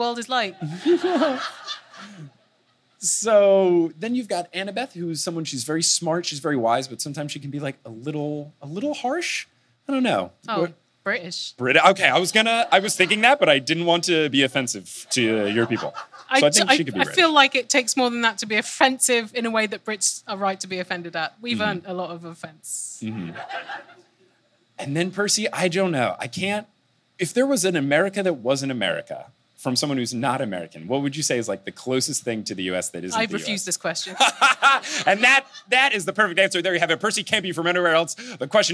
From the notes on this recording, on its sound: this time it's live in Vancouver